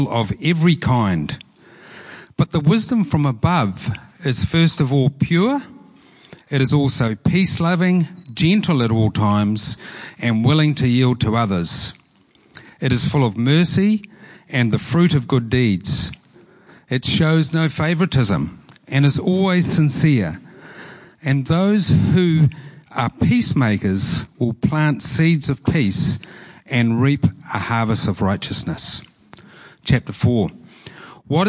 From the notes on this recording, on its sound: Preached at Horsham Downs on 13/08/23